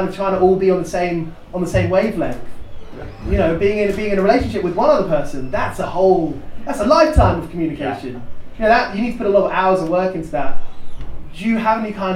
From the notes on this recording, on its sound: Live from Manchester Punk Festival